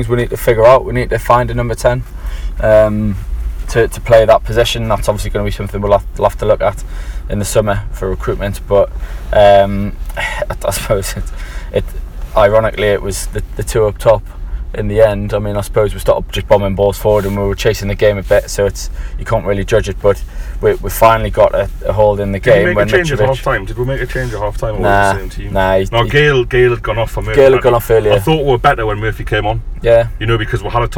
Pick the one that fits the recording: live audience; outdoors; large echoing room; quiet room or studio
outdoors